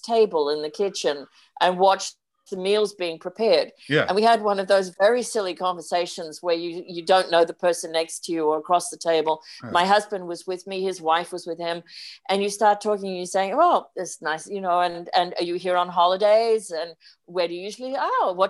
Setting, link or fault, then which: link, video call